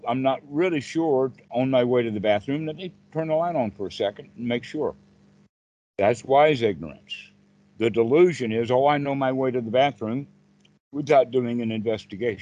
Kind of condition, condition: link, video call